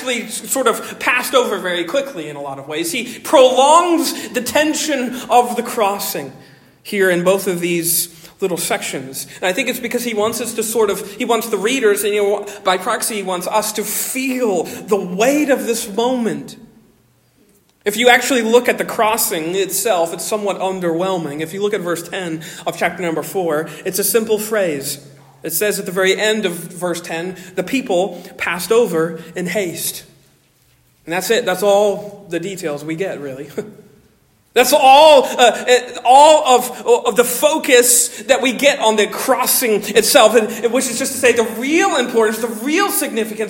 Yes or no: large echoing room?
yes